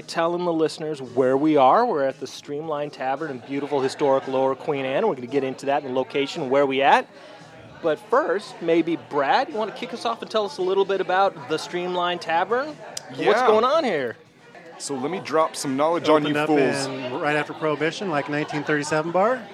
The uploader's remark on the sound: Recorded live in a dark corner of Streamline Tavern in lower Queen Anne.